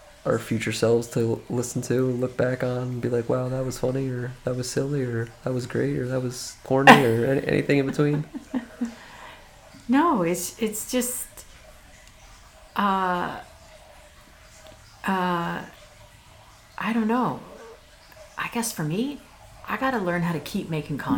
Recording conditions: background noise